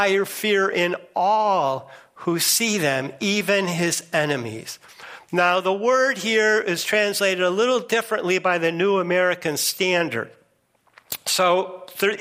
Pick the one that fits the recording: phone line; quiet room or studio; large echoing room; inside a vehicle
large echoing room